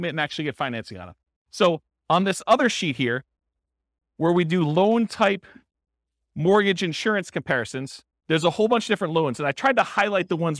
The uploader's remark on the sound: This was a live class recorded